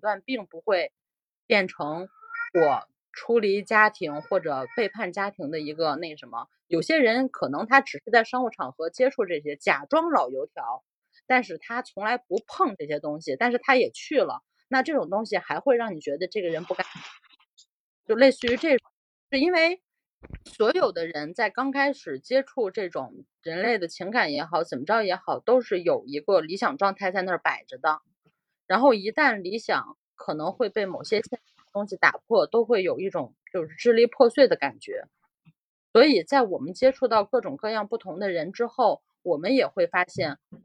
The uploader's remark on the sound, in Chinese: 也是第一次远程录音。有一些不稳定的连线问题和喷麦爆音，我修了一下但是好转有限。